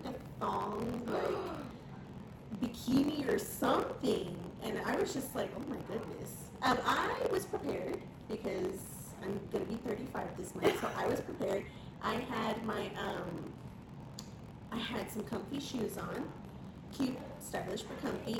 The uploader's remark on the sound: Great podcast but the audio got messed up.